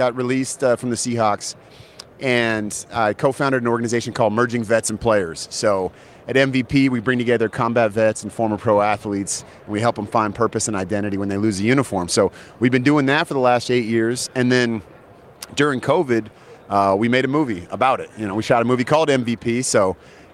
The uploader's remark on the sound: Live from Super Bowl LVII